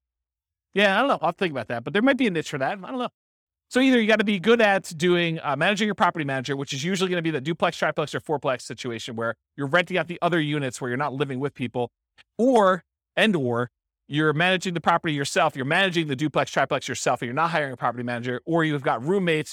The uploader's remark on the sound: This was a live class recorded